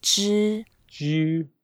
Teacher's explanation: 知 is flat, first tone.